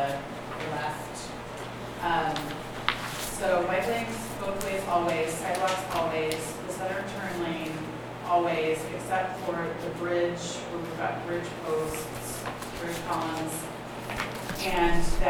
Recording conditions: busy venue